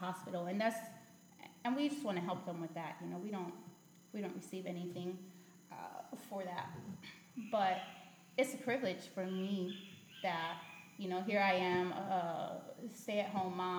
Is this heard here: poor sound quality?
yes